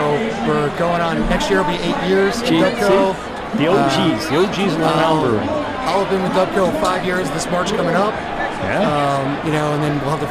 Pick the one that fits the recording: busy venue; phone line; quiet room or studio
busy venue